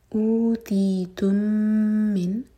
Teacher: میم اور میم کا ادغام میم کو ہولڈ کریں گے دو سیکنڈس